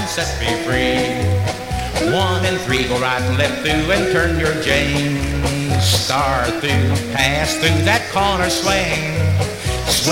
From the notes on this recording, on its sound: This is the final track on record one from the 1964 Blue Star Jubilee Square Dance held in the Sam Houston Auditorium. Houston, Texas.